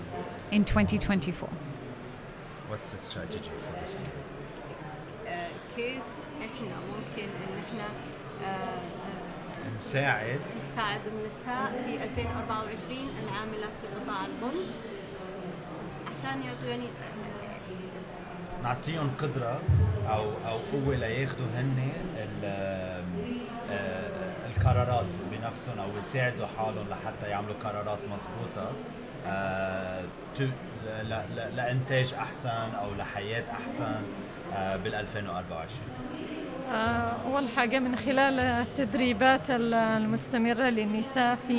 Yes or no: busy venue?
yes